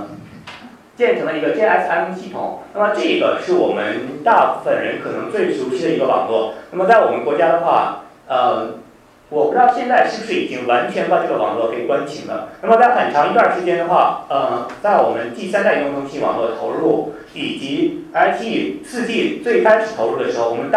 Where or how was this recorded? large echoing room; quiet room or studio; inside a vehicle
large echoing room